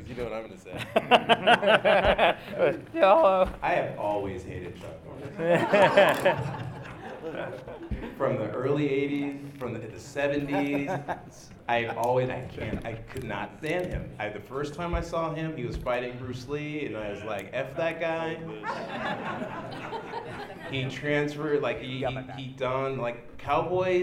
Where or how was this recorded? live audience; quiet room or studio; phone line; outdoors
live audience